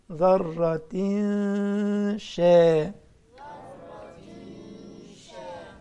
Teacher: الشين اللي عليها فاتحة بتكون مرققة وتنطقها وانت مبتسم